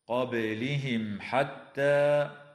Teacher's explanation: وتقلقل الباء في كلمة قبلهم. وتظهر الميم الساكنة عند الحاء في قوله تعالى: قبلهم حتى.